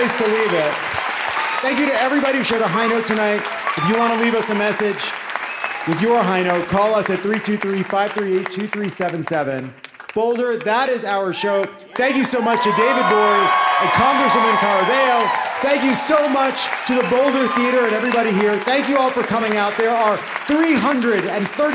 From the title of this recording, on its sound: Live from Boulder!